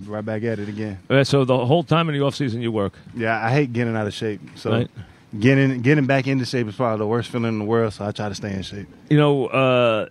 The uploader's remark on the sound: live from Giant camp